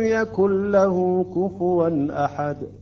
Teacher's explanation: يعني فقط النون تحذف واللام تشدد، يعني أثر للنون ماكو ولا غنة ولا أي شيء، لا تأخر على اللام. · Term: الإدغام الكامل